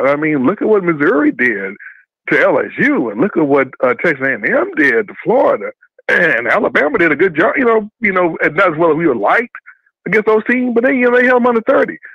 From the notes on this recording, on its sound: Post Game Call In Show